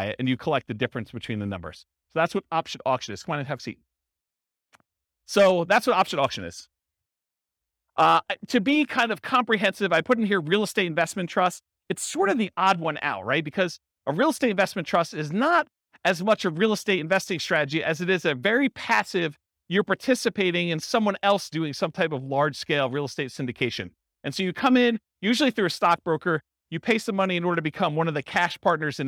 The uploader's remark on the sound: This was a live class recorded